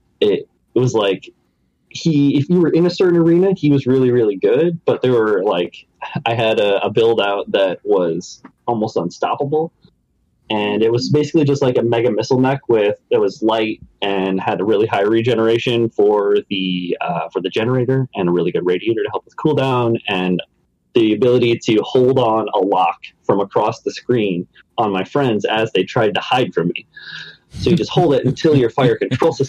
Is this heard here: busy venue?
no